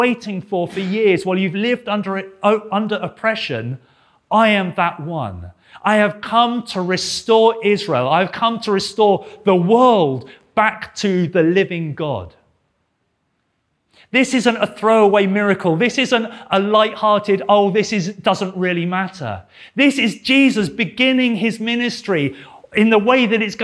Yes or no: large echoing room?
yes